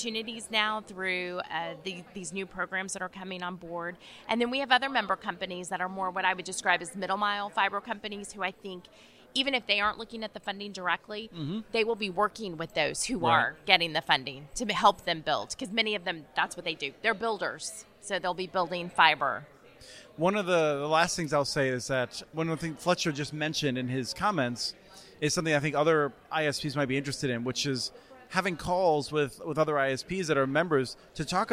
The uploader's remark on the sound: This week on the podcast, while attending the 2022 Broadband Communities Summit in Houston earlier this month